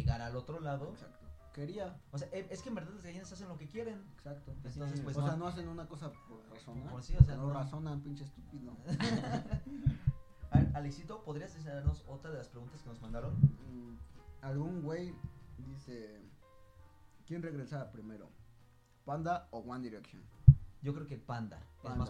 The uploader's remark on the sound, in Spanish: No hemos dejado de notar que nuestro audio sufre unos cuantos errores, estamos trabajando para corregir eso